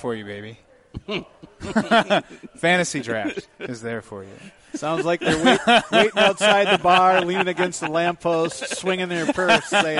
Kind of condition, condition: setting, live audience